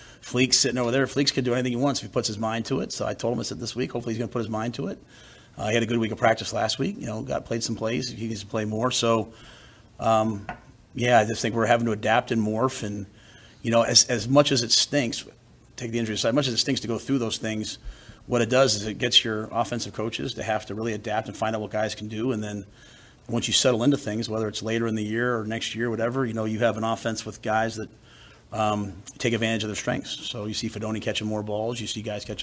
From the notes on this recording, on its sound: Monday press conference